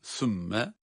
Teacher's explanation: Sa harfi peltek olarak okunuyor